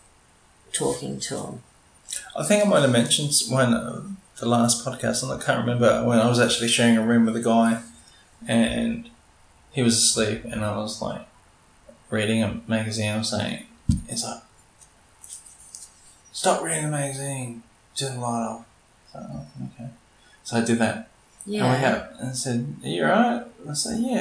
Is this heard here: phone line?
no